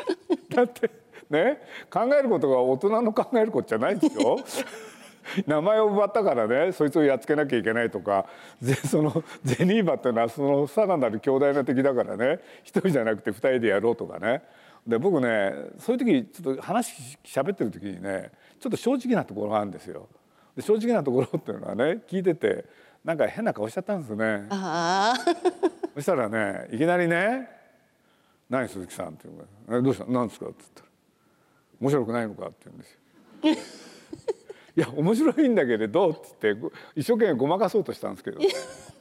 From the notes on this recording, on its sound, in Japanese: 東京国際フォーラムで行われた、第70回全国幼児教育研究大会東京大会のスペシャルトーク